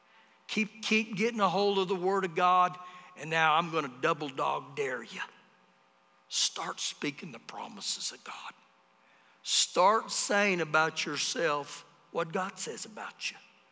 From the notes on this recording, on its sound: Recorded live during our Wednesday night service